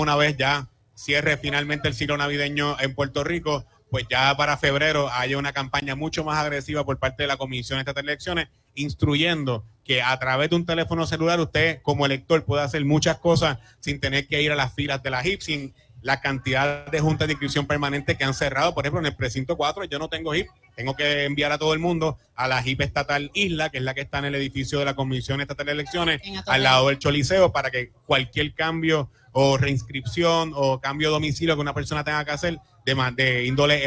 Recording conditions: busy venue